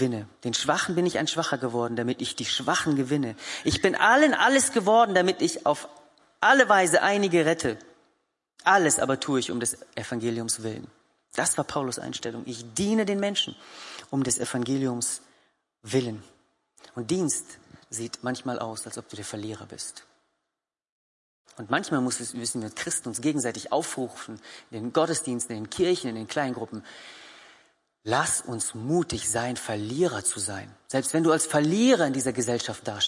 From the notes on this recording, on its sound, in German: Gottesdienst der Kirche für Bonn